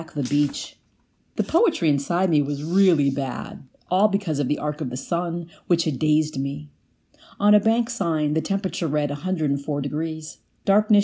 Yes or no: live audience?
no